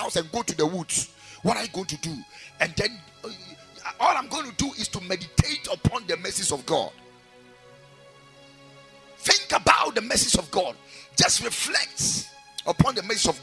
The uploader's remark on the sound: Preached at the Sunday Service